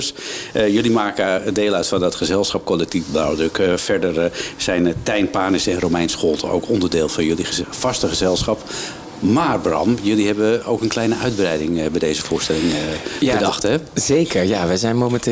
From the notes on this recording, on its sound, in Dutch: Tekst & Uitleg komt deze week vanuit het festivalhart van De Karavaan in Alkmaar. NH Radio.